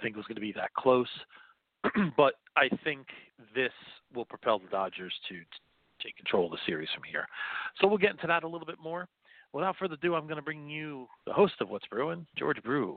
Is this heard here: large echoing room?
no